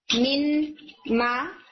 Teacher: نون ساکن میم کے اندر کمپلیٹلی مرج ہو جائے گا اور آپ کو ما کے میم کے اوپر تشدید نظر آئے گی، اور یہاں پہ بھی غنہ ہوگا، میم ما ناک میں آواز جائے گی. · Term: ادغام